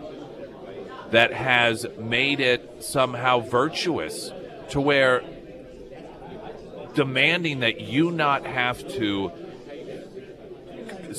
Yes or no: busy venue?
yes